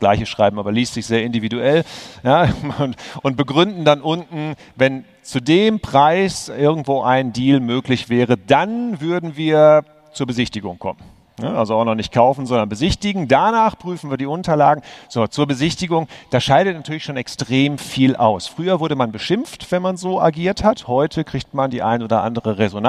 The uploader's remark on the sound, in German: live vom immocation Festival